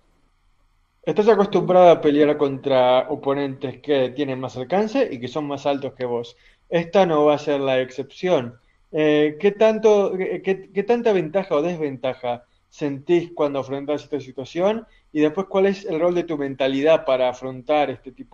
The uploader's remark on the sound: virtual press conference